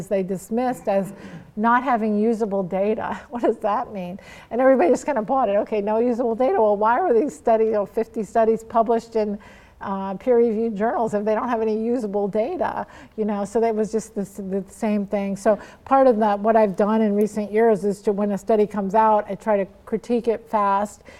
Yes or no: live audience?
yes